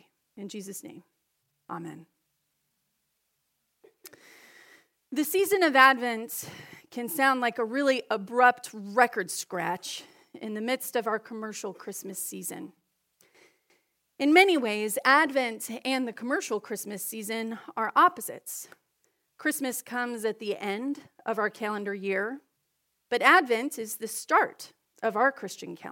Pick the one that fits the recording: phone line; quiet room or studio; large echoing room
large echoing room